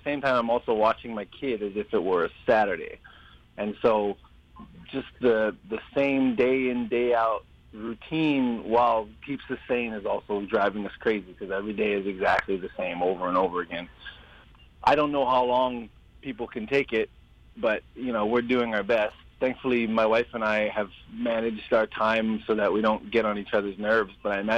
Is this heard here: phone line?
yes